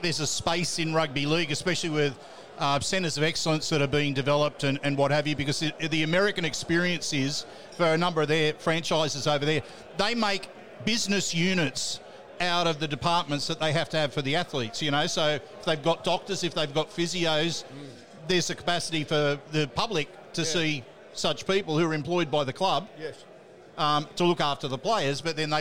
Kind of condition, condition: setting, busy venue